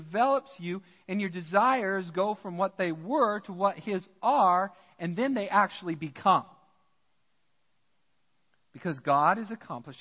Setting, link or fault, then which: setting, large echoing room